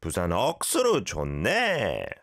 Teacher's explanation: Great pronunciation, it's just the intonation, right? It has to go up on the ne.